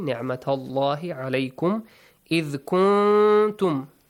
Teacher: the letter lam in the word Allah is pronounced heavily.